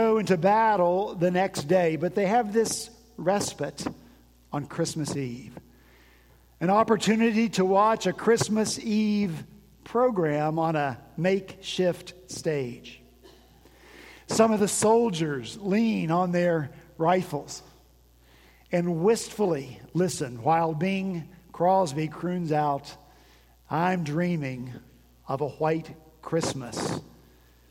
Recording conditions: large echoing room